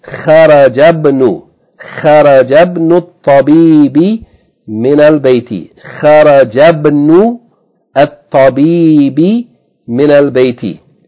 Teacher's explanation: Number two, خرج، يعني خرج، the original word يعني ابن، but because there's something preceding ابن، we're not going to pronounce the كسره، so we're going to pronounce what, the last vowel of the word that precedes with it, which is jim with fatha. · Term: hamzat al-wasl